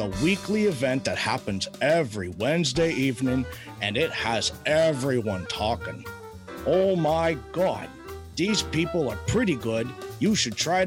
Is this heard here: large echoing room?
no